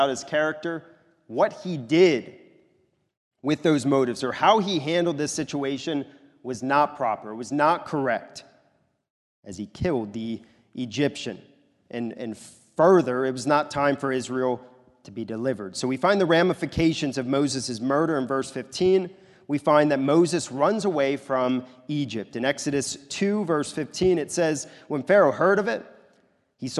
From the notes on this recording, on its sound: This is a sermon recorded at the Lebanon Bible Fellowship Church in Lebanon, PA during the evening worship service on 2/4/2024